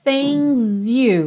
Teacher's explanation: O G do things não é pronunciado, por isso está pintadinho de cinza.